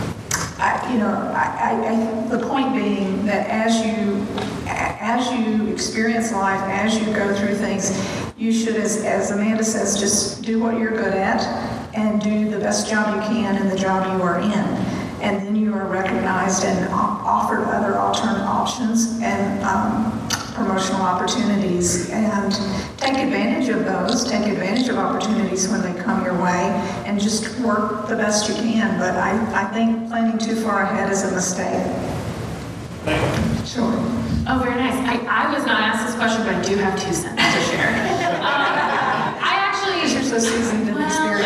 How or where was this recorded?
live audience